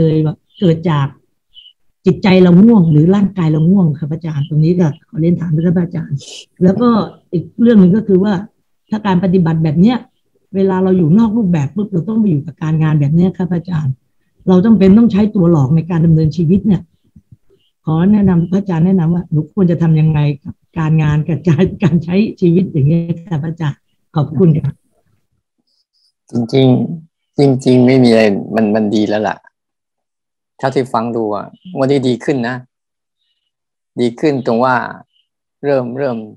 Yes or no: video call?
yes